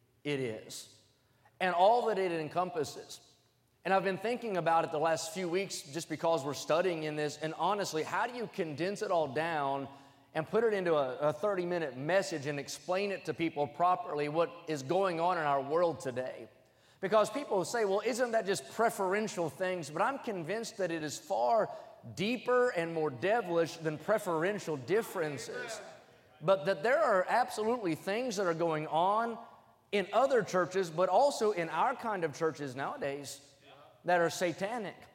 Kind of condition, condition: setting, large echoing room